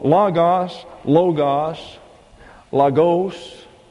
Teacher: And when it's a short O, an omicron, it gets an A sound in the English, a short A, Logos. And it's accented on the first syllable.